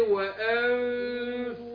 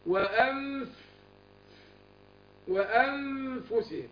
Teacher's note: بيحصل تلامس بين بطن الشفة السفلى مع اطراف الثنايا، عشان لما بجيب الفاء بفكهم من بعض بيجي لي الهمس وانف وانفسه. · Term: الاخفاء